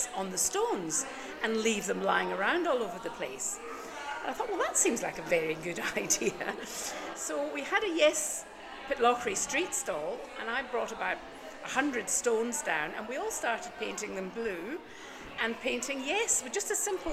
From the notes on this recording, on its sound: On location at the Yes Stones event "Boulders and Blethers"